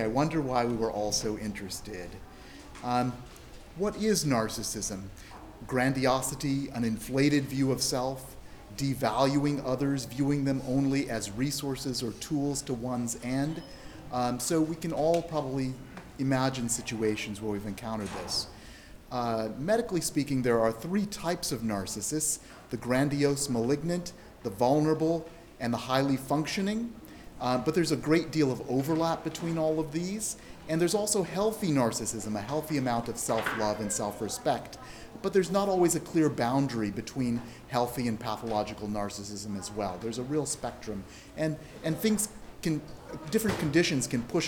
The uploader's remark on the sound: South SF Library. Audio only of a presentation from Keynote.